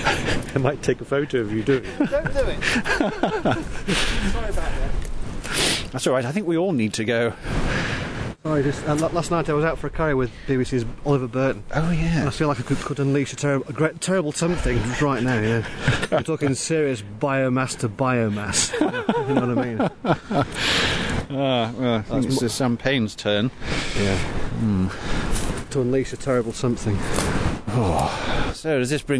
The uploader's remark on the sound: We're on foot and on location in Hambleton for a historical special!